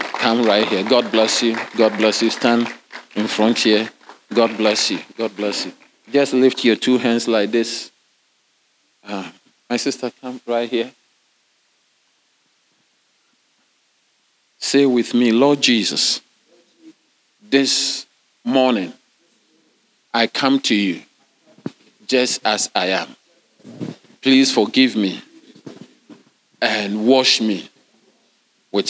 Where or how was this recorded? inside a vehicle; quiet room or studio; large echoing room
large echoing room